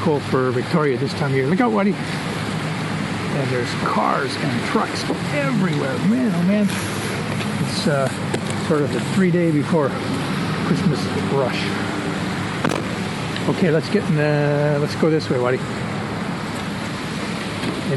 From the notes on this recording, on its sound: I go soundseeing in stores and at the beach